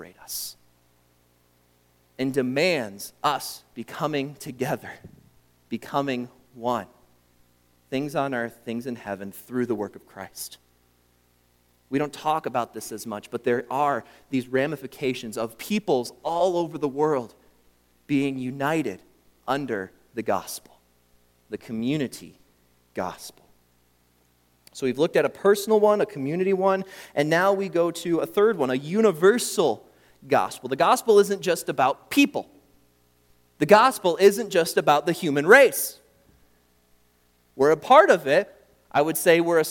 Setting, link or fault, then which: setting, large echoing room